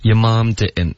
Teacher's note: 然后一般 Brooklyn 的口音都会鼻音比较重的